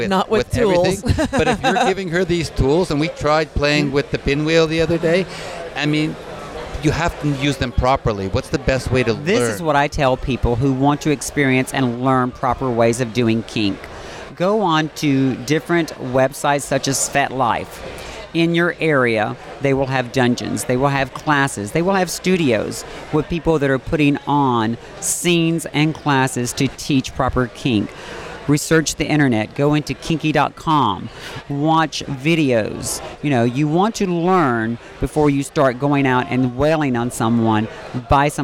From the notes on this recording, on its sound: THE BLISS CRUISE - OPENING-UP ON THE OPEN SEAS. Broadcast on location from the Promenade Deck Cafe.